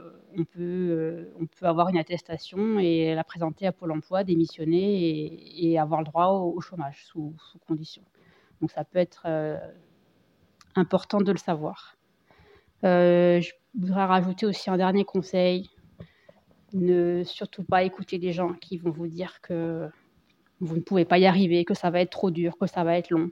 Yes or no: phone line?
no